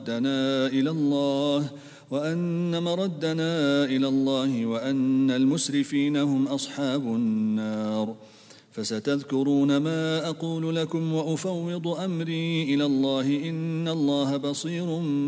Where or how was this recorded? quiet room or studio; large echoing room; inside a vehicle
large echoing room